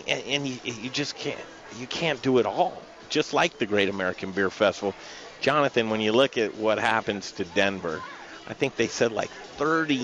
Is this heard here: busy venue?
yes